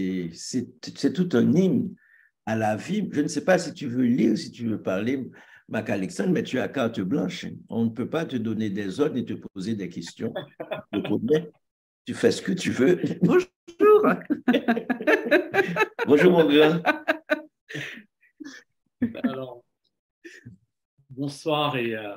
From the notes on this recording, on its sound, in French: sur la plateforme Zoom